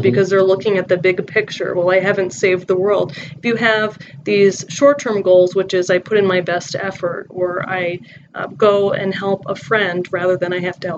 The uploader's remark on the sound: Please pardon the audio issues! We updated our recording set up and need to fine tune the process again!